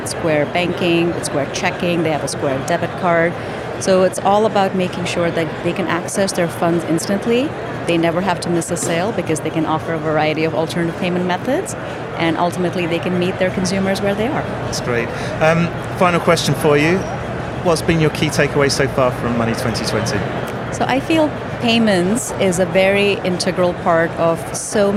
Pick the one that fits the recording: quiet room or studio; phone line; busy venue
busy venue